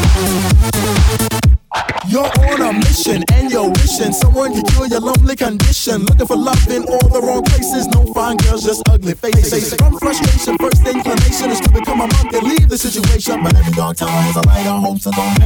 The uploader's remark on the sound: Live from Ghost Ship Apocalypse. Set from the main stage is the first of what should be many DJ recordings from the evening.